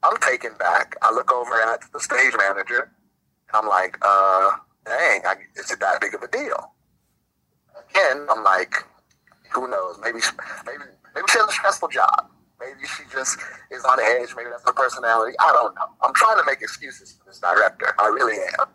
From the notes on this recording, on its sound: take a phone call from an upset parent